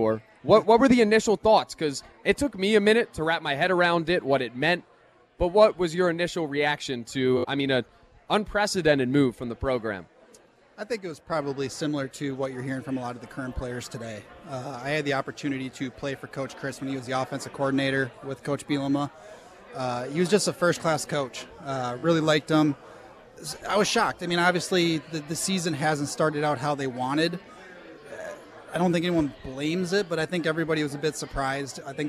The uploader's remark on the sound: Live at Monk's Bar and Grill.